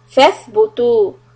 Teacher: tip of the tongue out for letter ثَ